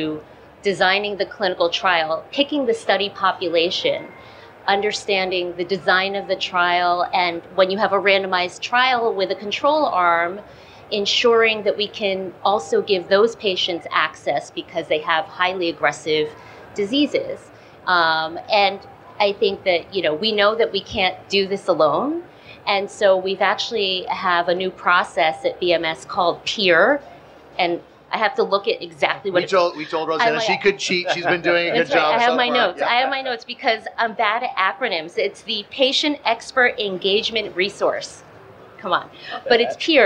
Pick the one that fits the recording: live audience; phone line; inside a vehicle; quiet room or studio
live audience